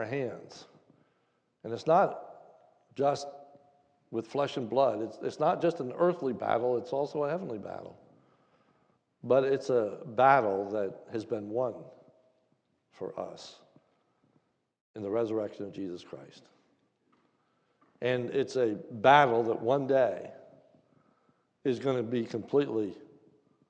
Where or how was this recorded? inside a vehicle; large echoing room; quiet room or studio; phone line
large echoing room